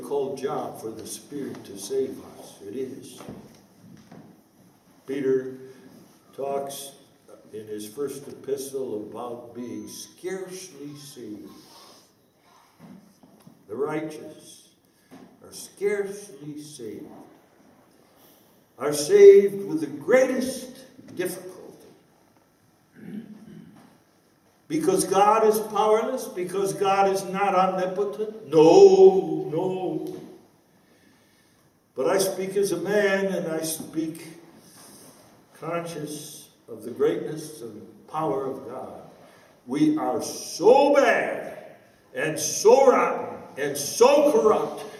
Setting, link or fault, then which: setting, live audience